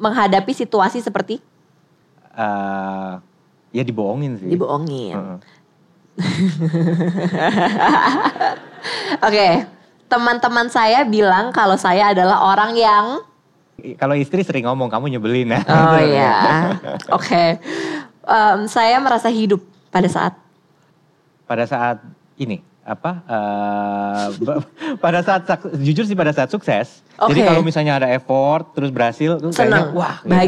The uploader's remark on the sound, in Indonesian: Live On Stage di Malang supported by BNI. Ngorbol Sore Semaunya Live On Stage Kota Malang.